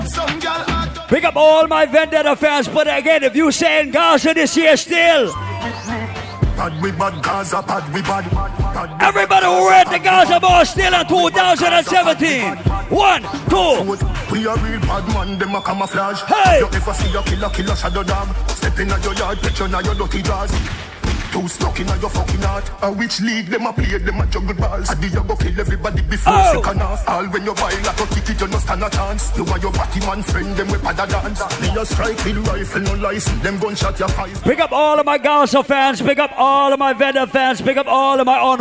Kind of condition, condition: setting, busy venue